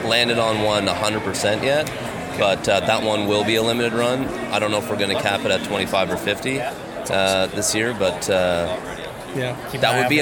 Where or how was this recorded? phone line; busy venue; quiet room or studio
busy venue